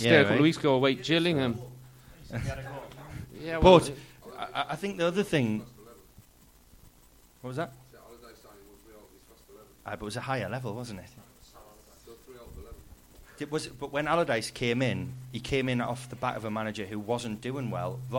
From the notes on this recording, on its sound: Live at Fausto Coffee. For a special live show at Fausto Coffee to celebrate the 500th episode of the WMS podcast.